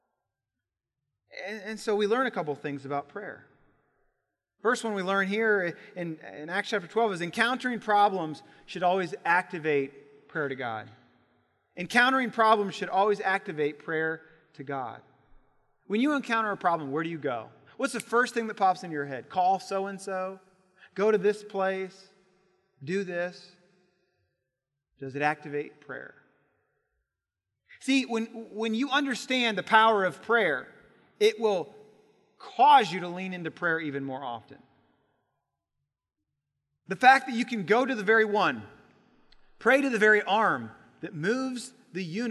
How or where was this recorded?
large echoing room